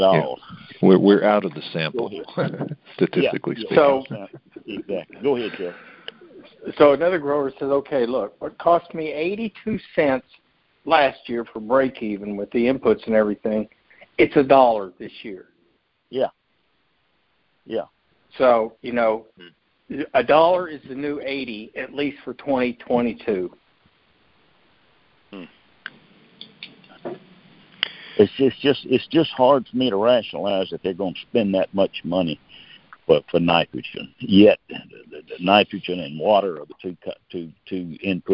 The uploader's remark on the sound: Monthly Conference Call